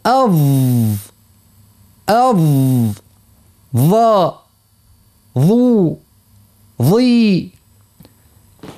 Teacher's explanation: ظ ما هيش كيف الضاد، أب أب، وهذا ظ ذي طرف اللسان كما قلنا يعني فوق الثنايا السفلى، ويعني ما بيناتهم يخرج طرف اللسان يخرج شوية على برا · Term: الظاء